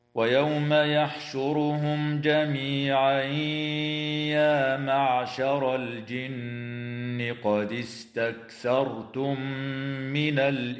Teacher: وتخفى النون الساكنة عند السين مع الغنة في كلمة الإنس مع مراعاة ترقيق الغنة · تفخم الراء وصلا ووقفا في كلمة يحشرهم لأنها مضمومة